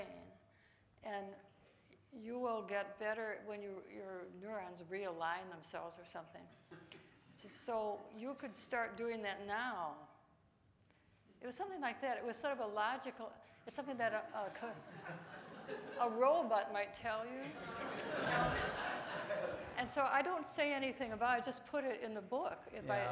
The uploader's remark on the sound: Recorded at 92nd Street Y on July 11, 2018.